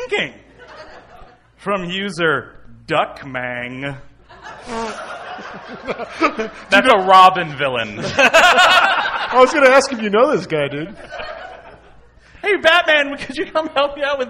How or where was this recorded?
live audience